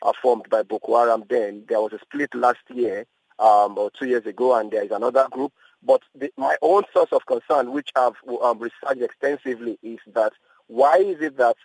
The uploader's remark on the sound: We are joined on the line.